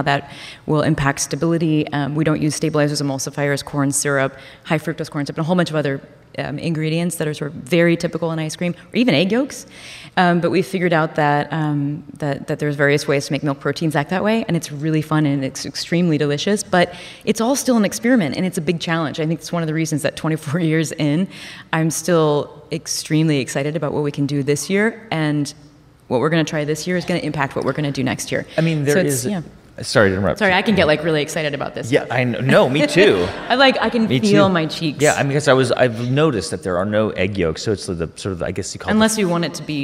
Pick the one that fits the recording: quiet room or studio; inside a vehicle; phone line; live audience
live audience